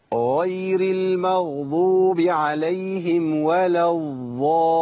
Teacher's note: ودي فيها إبدال لحرف الضاد بضاء · Term: الضاد الضائية